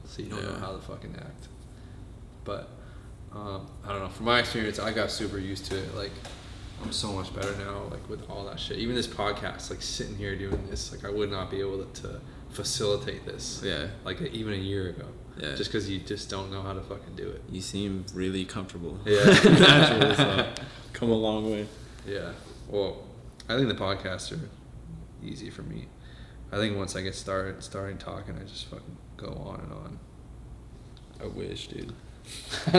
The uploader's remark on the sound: This was the FIRST EPISODE EVER that was recorded in person. It was recorded on my camera mic so excuse the reverb.